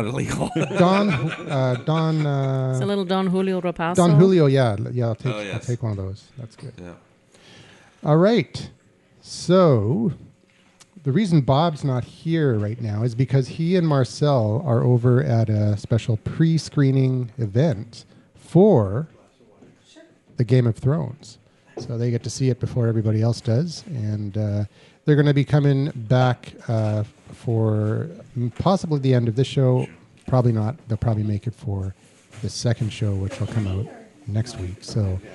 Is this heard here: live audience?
yes